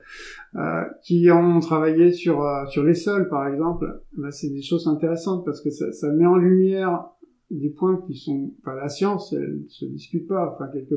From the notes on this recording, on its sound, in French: j'ai rencontré un souci technique durant l'enregistrement de l'épisode d'où la qualité sonore médiocre